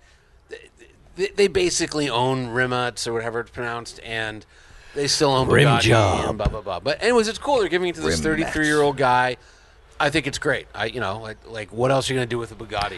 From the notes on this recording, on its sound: Recorded live from the porch of the world famous Malibu Kitchen.